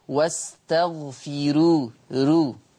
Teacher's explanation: هذه راء مرققة لأنها مضمومة ومسبوقة بكسر أصلي